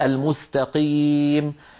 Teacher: بدل ما يقولوا قاف يقولوا غا، قاف مخلوطة بالغين